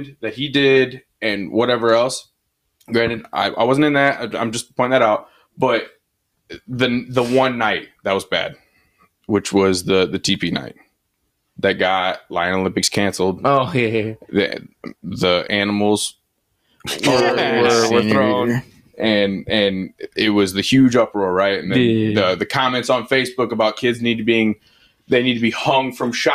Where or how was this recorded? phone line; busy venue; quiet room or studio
quiet room or studio